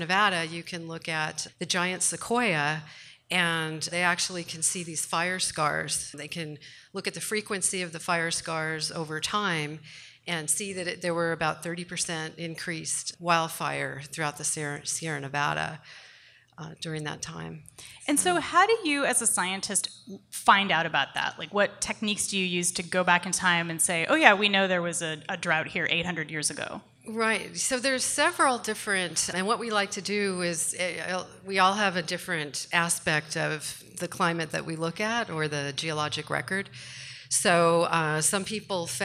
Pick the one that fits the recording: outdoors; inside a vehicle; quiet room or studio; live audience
live audience